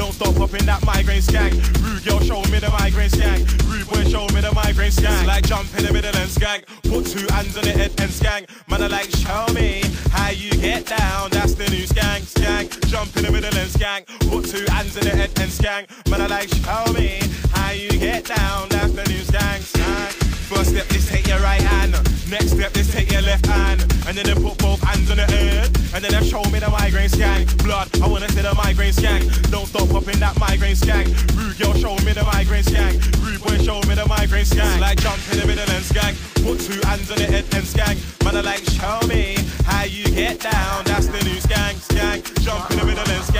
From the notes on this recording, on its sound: This one is from in Washington DC at a party called Amalgamation.